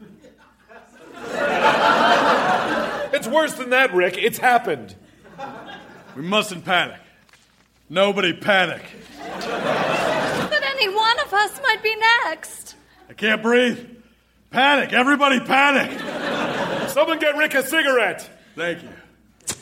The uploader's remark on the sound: Recorded Live 1/10/2014 at Largo, Los Angeles.